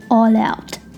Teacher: 它有处地方呢可以连读 all out 变成 allout，辅音跟元音相遇